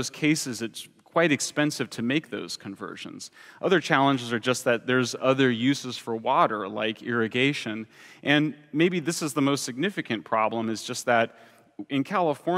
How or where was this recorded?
live audience